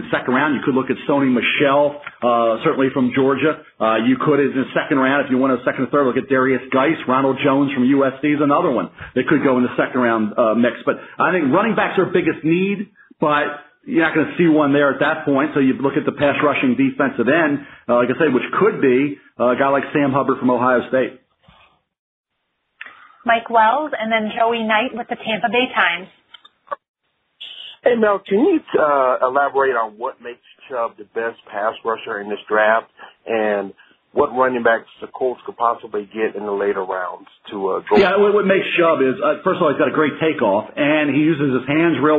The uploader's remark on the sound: NFL Draft Conference Call.